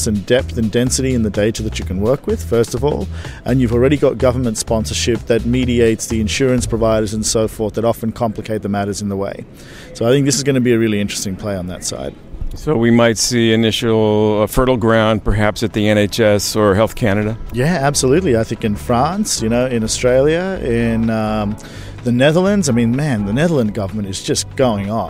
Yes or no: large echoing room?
no